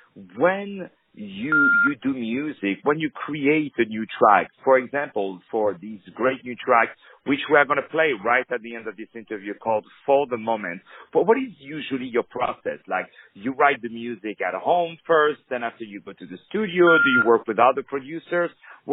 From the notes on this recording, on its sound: On the phone